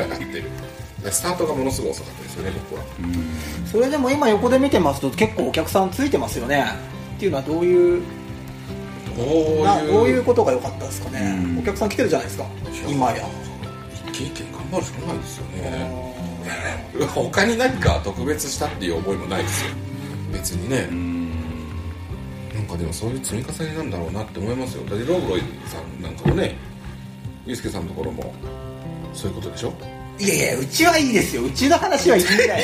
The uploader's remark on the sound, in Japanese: 西湖でカヌーに乗りながらの屋外収録シリーズ